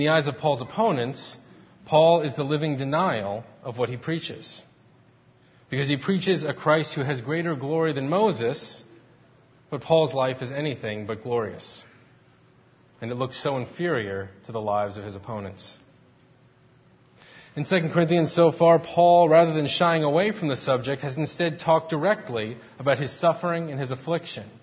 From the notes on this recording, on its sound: Faith Presbyterian Church – Morning Service.